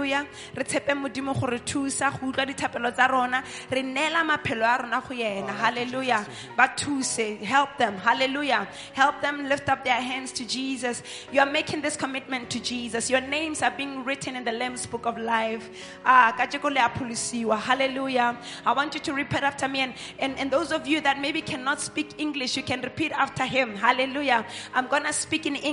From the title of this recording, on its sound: LIVE AT ABC KHALANYONI